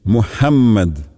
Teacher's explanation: А в имени пророка Мухаммад следует обратить внимание на букву «х», которая произносится мягко, с придыханием, а также на то, что буква «м» в имени пророка произносится с удвоением